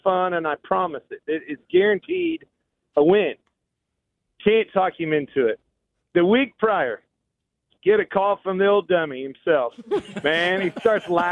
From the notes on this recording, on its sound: On the phone!